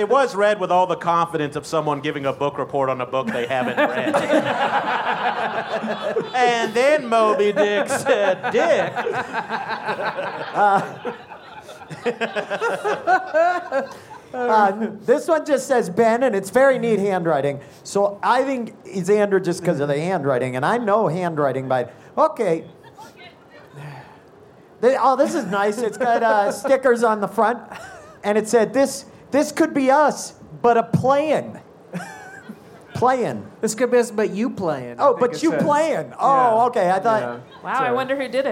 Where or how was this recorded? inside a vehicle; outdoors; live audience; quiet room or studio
live audience